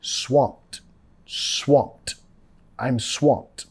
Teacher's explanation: Es decir, no, no puedo, tengo mucho ya, ¿ok? Nota acá la ED, vamos a pronunciar como una T.